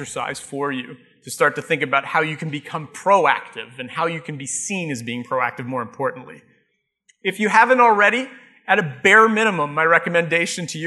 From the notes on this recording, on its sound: Live Broadcast at the The IPBC IGNITE Conference.